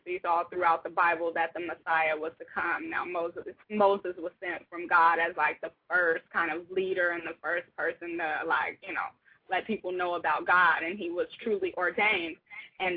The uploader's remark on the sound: We had quite a few new callers call in.